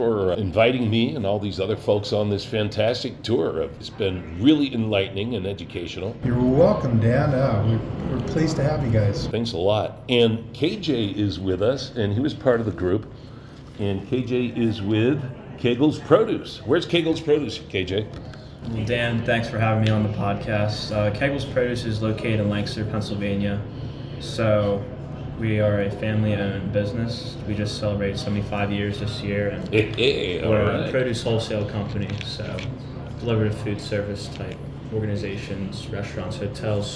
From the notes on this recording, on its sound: live from Idaho Falls at the 2023 Idaho Potato Commission Foodservice Harvest and Packing Tour